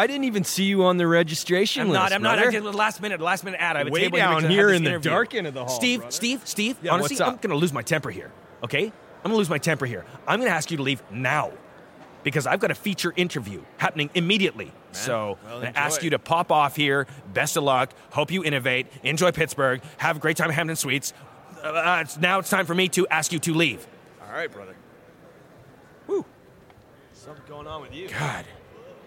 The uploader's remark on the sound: Special on-location episode from the Innovation Now conference in Pittsburgh. Various conference attendees.